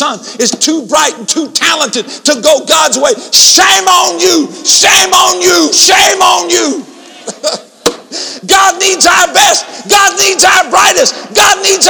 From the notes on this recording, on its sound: InterChurch Holiness Convention Dayton Convention Center Dayton, Ohio 1994